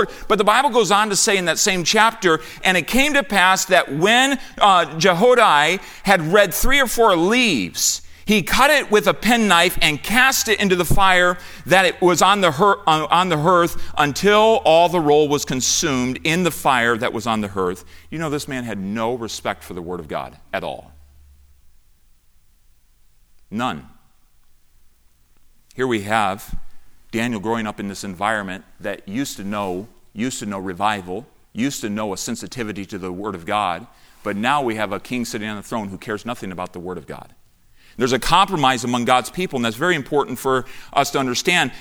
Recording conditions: large echoing room